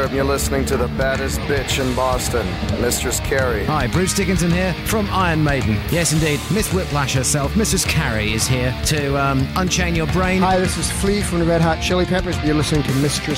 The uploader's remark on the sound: from backstage at Fenway Park in Boston in the summer of 2015